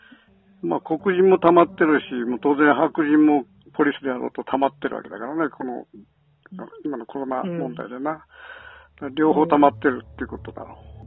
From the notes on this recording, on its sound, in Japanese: ニューヨーク電話インタビュー